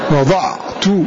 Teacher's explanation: سكنوا العين وضم التاء